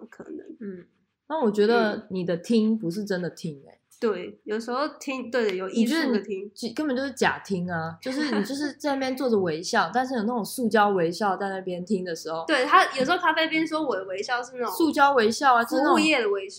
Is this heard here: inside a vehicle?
no